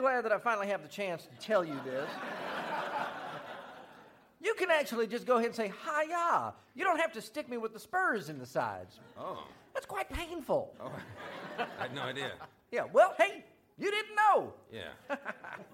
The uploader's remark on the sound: Recorded Live 2/5/2011 at Largo, Los Angeles.